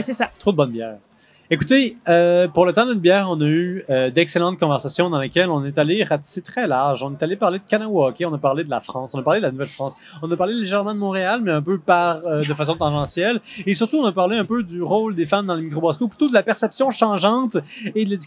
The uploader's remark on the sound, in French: nous nous retrouvons à Québec lors du Festival des Brasseurs et des Artisans de Québec, édition 2023